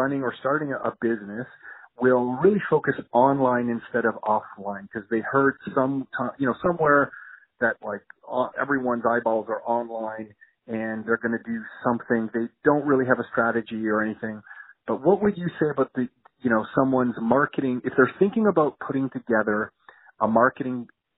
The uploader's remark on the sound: phone call conversation (sorry about the audio quality!!)